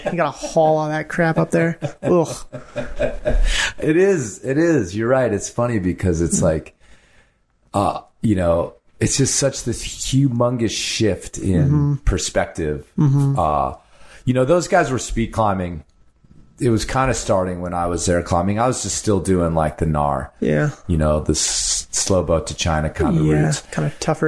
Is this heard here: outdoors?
no